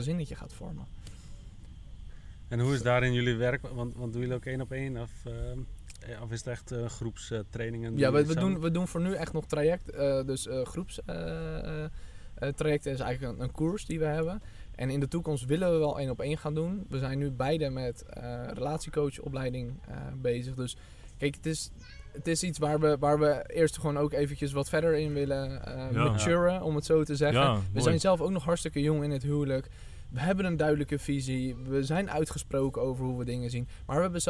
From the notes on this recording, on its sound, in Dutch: We hebben het gesprek buiten opgenomen, midden in de natuur dus je hoort af en toe een vogeltje of een ander geluid.